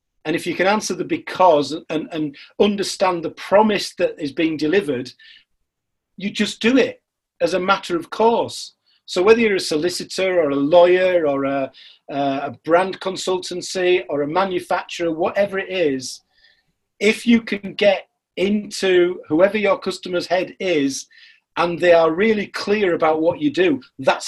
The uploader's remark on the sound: This podcast was recorded via Zoom.